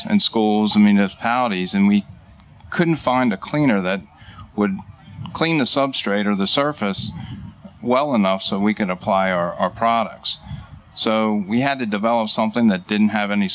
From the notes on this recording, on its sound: Live from the 2018 National Hardware Show